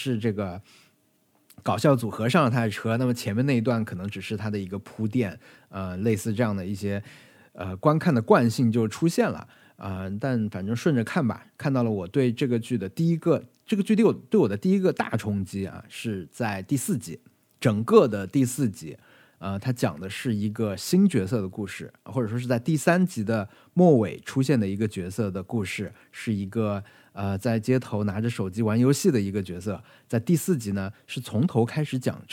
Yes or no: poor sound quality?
no